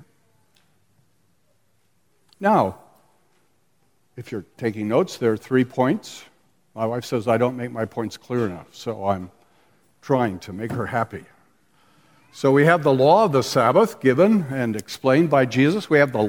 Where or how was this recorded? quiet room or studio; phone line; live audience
live audience